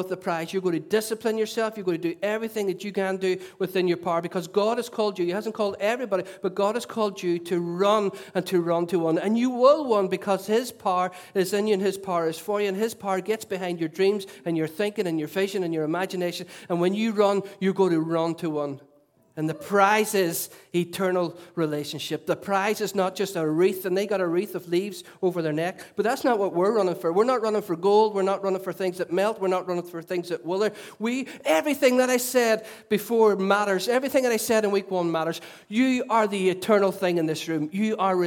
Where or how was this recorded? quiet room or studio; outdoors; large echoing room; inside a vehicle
large echoing room